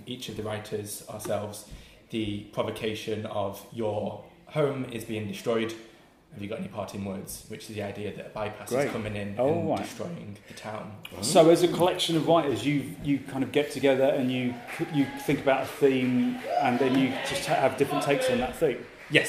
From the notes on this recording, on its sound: WFTS Podcast from The Greater Manchester Fringe Festival. We're at the Greater Manchester Fringe Festival launch during this episode.